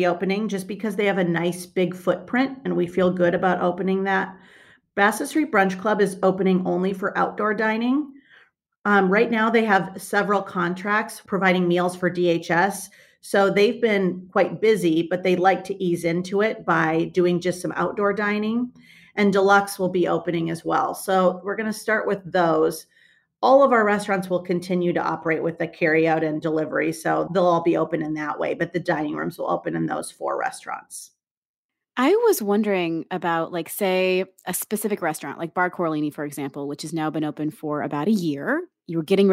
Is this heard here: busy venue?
no